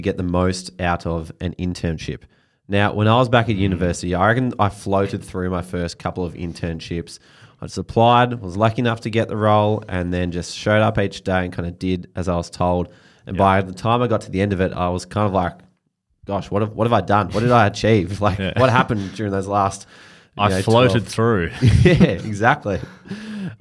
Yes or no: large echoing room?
no